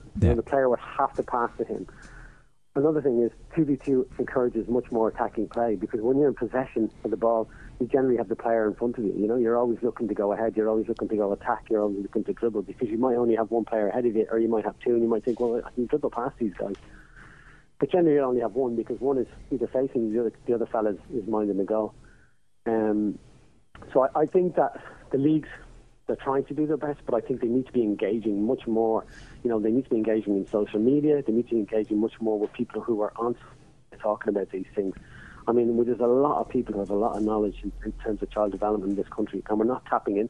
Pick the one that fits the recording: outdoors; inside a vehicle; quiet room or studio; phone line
phone line